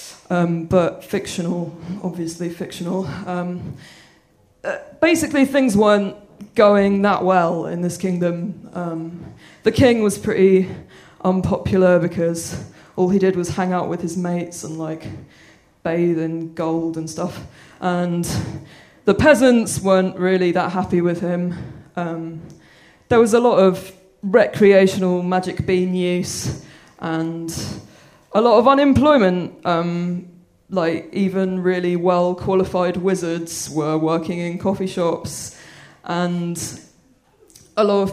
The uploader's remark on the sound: This week's episode is the first act of our Tragic Winter live show which took place at the Hackney Attic in February.